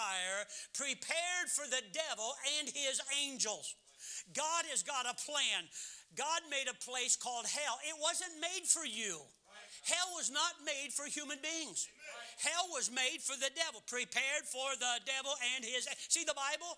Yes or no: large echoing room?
yes